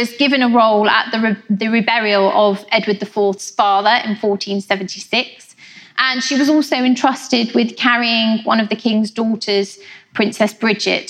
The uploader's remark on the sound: a talk she delivered at our 2019 BBC History Magazine History Weekend in Winchester